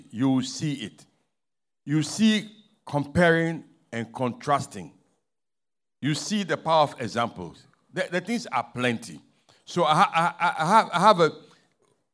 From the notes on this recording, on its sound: Sermon preached at CBC Shiashie Campus Pagash Service